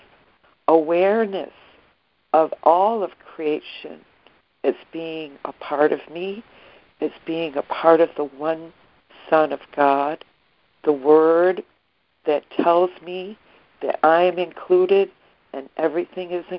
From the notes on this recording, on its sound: ACIM Daily Conference Call